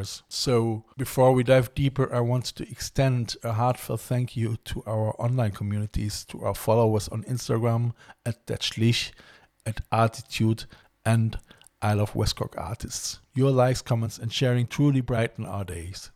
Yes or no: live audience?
no